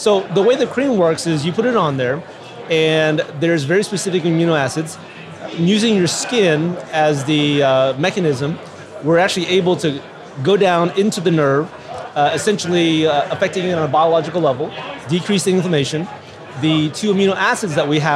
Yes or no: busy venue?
yes